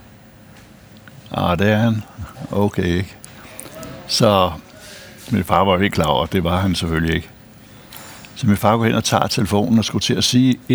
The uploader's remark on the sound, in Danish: Optaget på Nimb Brasserie, Tivoli, København.